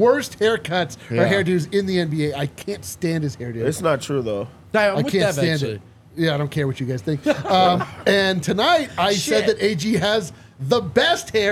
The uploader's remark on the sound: LIVE from the DNVR Bar